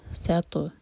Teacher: تو پر جب سکون ہوتا ہے تو اس کو باؤنس کر کے پڑھا جاتا ہے، قلقلہ کرتے ہیں. سیتو، جب ہم سیتو کہیں تو سین کو سو آواز نہیں دینی، سین لائٹ رہے گا اور پھر تو سے جوڑیں گے.